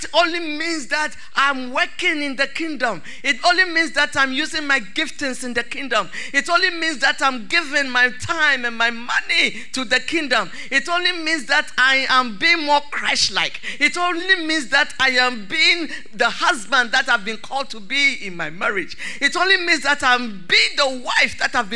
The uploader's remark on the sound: Sermon preached at CBC Shiashie Campus